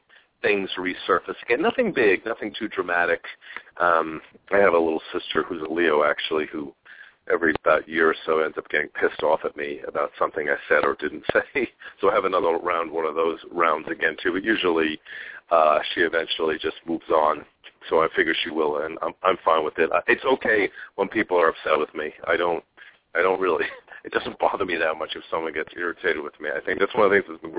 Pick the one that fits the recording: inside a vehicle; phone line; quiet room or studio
phone line